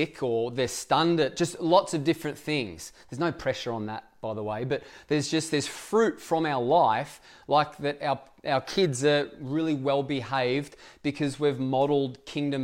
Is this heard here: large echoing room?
yes